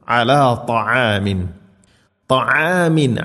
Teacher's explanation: നസ്ബിറ അലാ ത്വആമിൻ ഇവിടെ ത എന്ന അക്ഷരമാണ് പ്രത്യേകം ശ്രദ്ധിക്കണം ത്വആമല്ല ത ഇത്ബാഖ് എന്ന സിഫത്ത് നൽകി കനപ്പിച്ച് ഉച്ചരിക്കണം നാവിൻ്റെ മധ്യഭാഗം അണ്ണാക്കിലേക്ക് ചേർന്ന് നിൽക്കണം